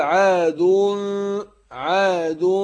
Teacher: فبنخفي النون الساكنة ديت عند الفاء، فبقول عاد، عاد مع الغنة حركتين · Term: إخفاء